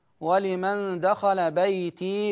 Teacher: بإثبات الياء ساكنة لورش في الوصل والوقف